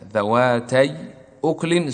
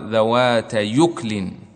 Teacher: الضمة وقعت على الياء وحذفت الهمزة فصارت الياء هنا مضمومة بينما كانت في الأول ساكنة · Shown in: second take